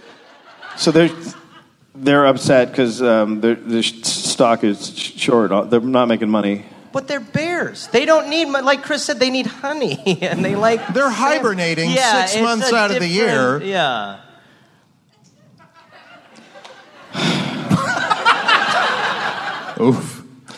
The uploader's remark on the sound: live LA Podfest